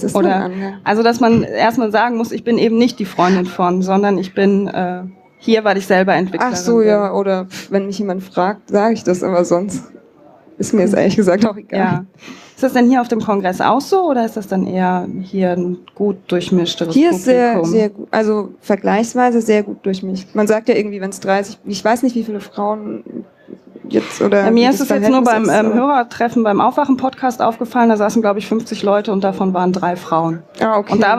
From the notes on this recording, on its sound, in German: 33c3-sendezentrum. Live vom 33C3.